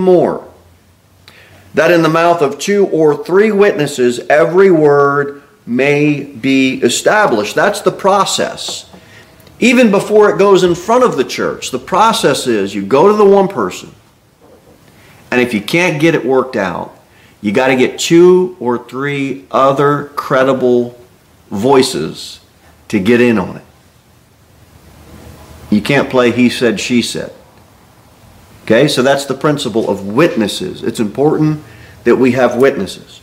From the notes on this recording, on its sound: Sermon delivered at Pilgrim Baptist Church on Thursday, February 15, 2024, at 6-15 pm.